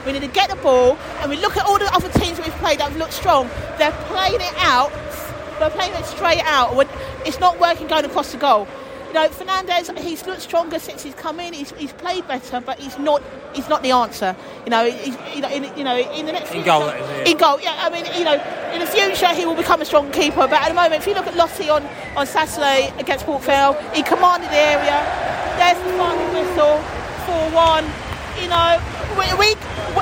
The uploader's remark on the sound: post-match podcast from the stands